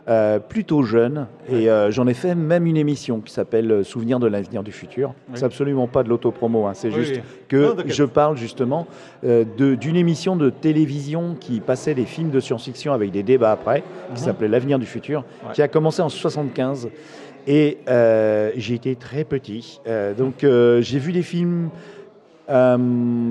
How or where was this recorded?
busy venue